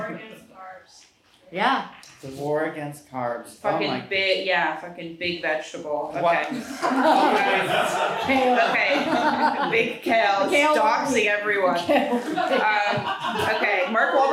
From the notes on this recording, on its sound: Was recorded LIVE at the Pack Theater. For a live audience.